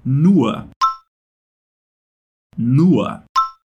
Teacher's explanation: esse sonzinho no final é praticamente um A bem fraco